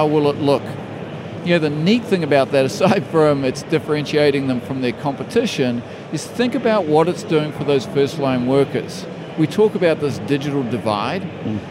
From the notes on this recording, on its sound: The first of three special episodes recorded in partnership with Microsoft from their Future Decoded event in ExCeL, London.